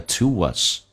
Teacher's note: To 跟 us 可以有一个连音，元音跟元音之间的连音，不是加 w 就是加 y。这边加个 w